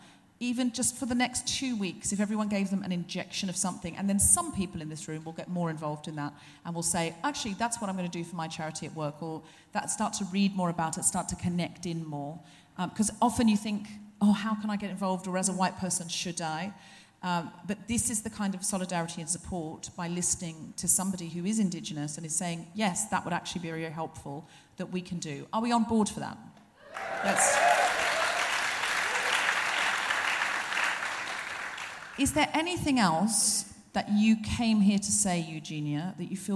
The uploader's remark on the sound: Recorded 15 February 2020 at the Thornbury Theatre in Melbourne.